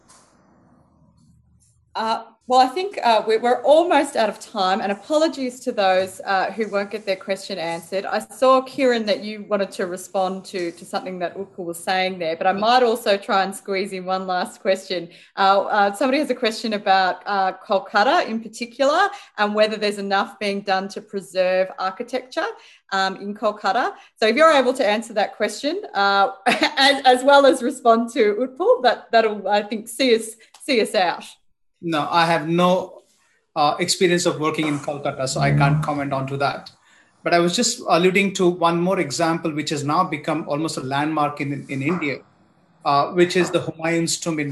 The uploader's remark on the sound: A La Trobe Asia event as part of the Australia India Institute’s 'India Week'. Recorded live via zoom.